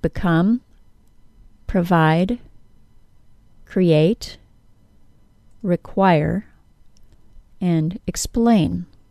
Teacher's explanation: The following two-syllable verbs are all stressed on the second syllable, just as we'd expect.